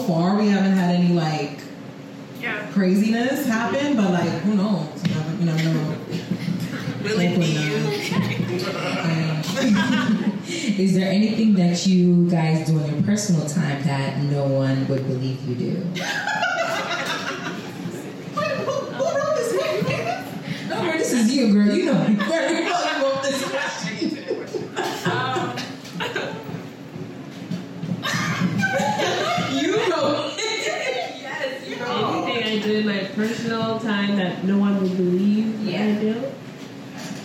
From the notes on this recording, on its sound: This week's episode is a recording from our season 2 launch party.